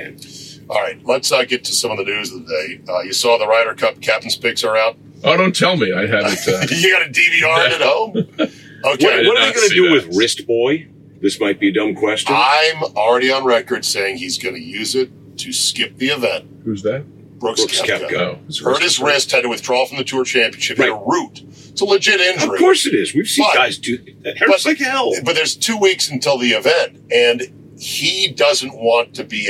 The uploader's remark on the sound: Joined in the van. The Rodecast recorder crashed and lost power. Sub-optimal camera audio exists and was saved!